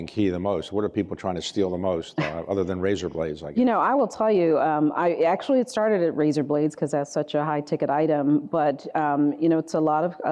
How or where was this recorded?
busy venue